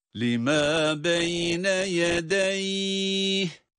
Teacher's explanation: Cezimle okunan ya'nın üzerinde sesi uzatmaktadır. · Term: meddilin